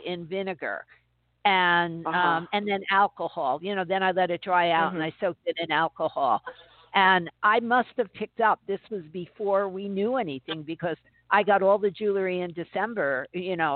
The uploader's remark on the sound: interacts with callers